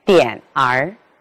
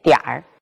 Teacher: 比如点儿不是发成两个音节，点儿，而是发成一个音节，点儿 · Shown in: second take · Term: 儿化